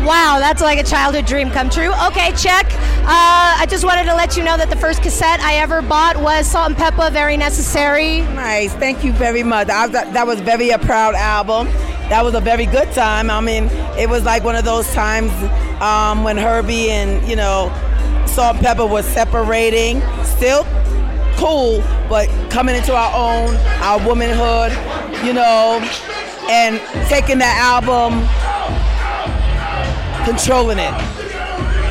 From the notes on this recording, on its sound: Opening Night at Sundance Film Festival. We are LIVE from the SundanceTV HQ red carpet.